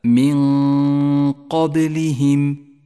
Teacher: بعد ذلك حكم الإخفاء عند قوله تعالى من قبلهم النون الساكنة وبعدها حرف القاف، نخفي النون بالقاف مع بقاء غنة للنون زمنها حركتان، تخرج هذه الغنة من الخيشوم ومن مخرج القاف متجافيا عنه قليلا هكذا من قبلهم، وهي غنة مفخمة.